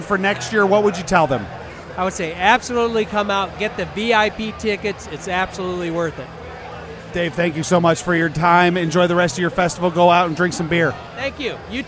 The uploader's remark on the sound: Live From Medina Beer Fest